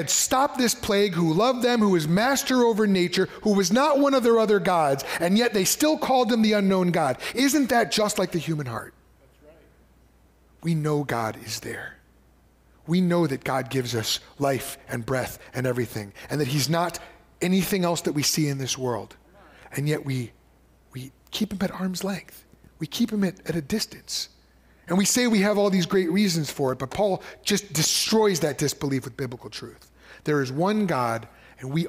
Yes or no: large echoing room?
yes